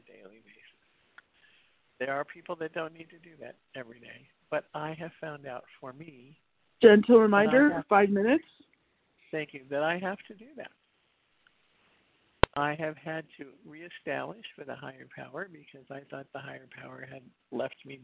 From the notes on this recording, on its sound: 100 Pounders Phone Meeting